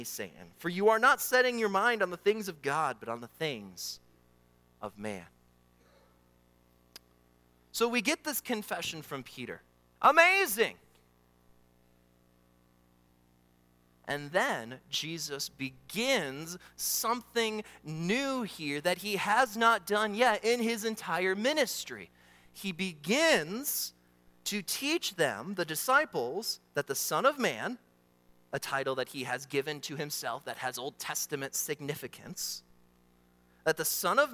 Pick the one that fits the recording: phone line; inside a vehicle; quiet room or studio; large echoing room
large echoing room